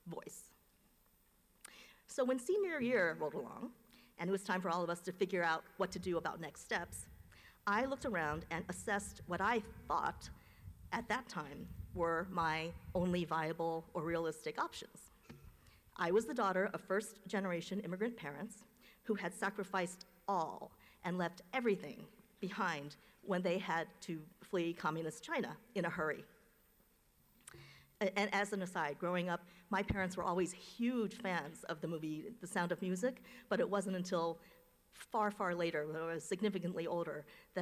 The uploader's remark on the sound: delivered remarks at UVA Law’s 2023 commencement ceremony